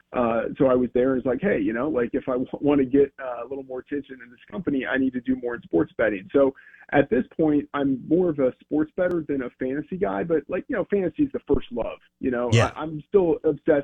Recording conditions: phone line